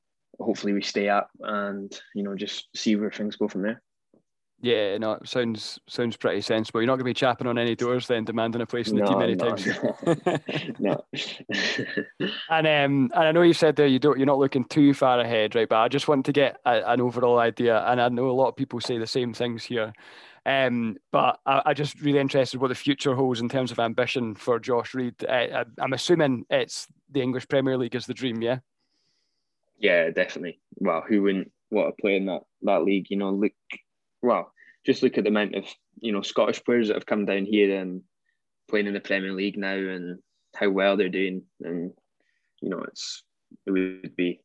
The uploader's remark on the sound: We caught up over Zoom